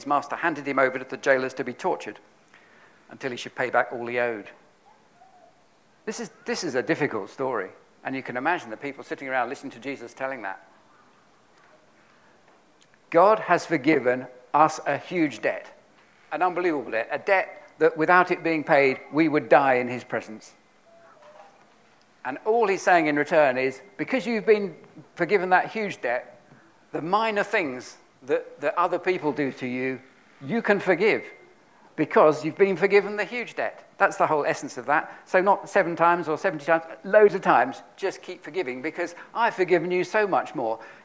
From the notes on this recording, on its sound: on 30th October 2022 at King's Church, Cockermouth, as an audio file